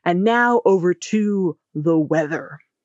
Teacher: you're going to say your sentences with a sort of downwards curving intonation at the end of each one